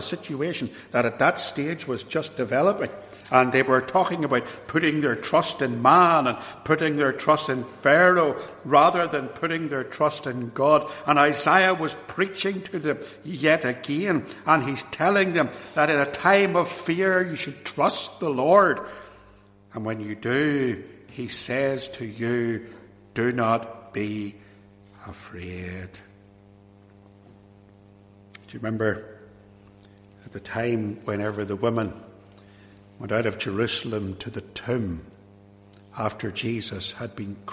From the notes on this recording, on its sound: This sermon was preached at Ballymacashon and Templepatrick Reformed Church, and was recorded at Templepatrick.